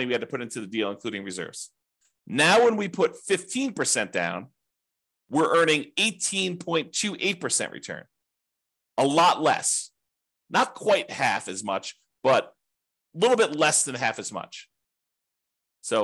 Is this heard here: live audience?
no